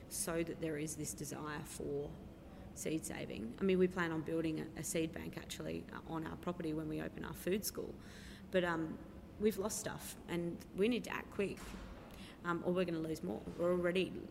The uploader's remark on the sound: Recorded at the bookstore Better Read Than Dead on the night of the launch